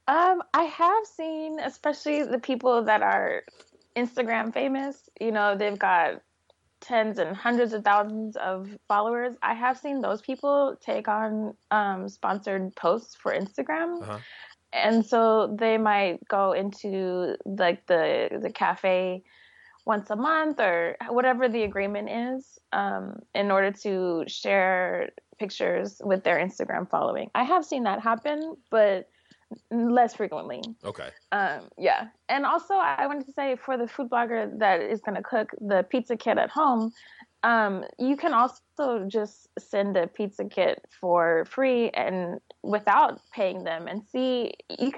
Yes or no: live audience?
no